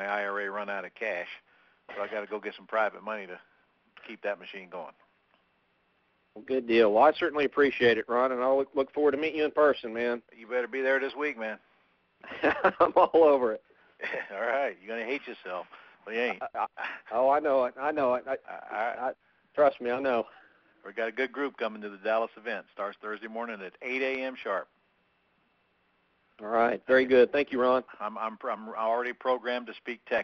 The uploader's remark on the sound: Q&A Call